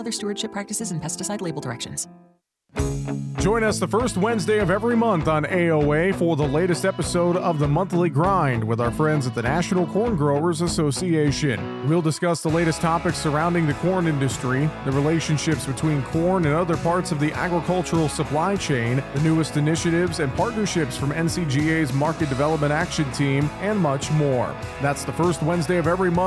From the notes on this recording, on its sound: we broadcast live from AGI's booth at Commodity Classic